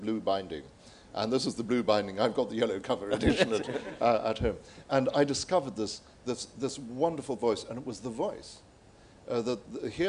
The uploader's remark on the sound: Live from the Edinburgh International Book Festival 2009